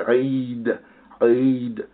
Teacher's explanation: the Ayin is lengthened by the Yah, and then you have the Dal with Dhammatain.